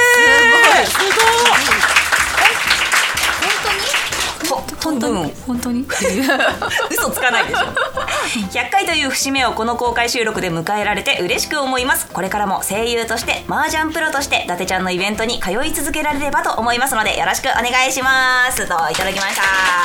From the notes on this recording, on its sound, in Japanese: 約8ヶ月ぶりの公開収録です！